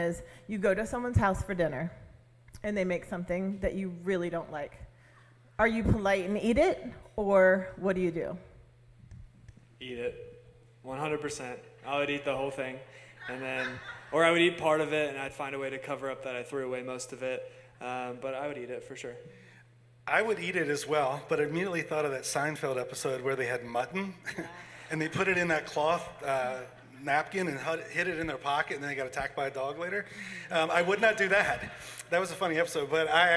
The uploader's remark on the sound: LIVE ON STAGE. This week we did our podcast live for our church family!